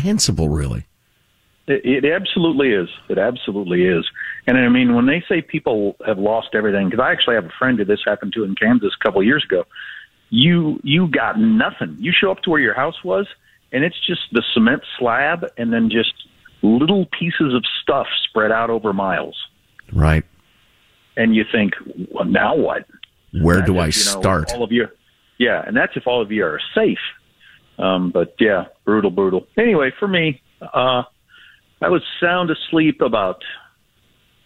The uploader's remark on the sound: Calls-in with a live report from his hospital bed for an update on his emergency gall bladder surgery.